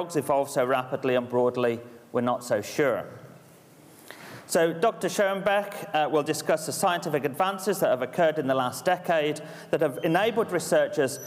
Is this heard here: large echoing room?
yes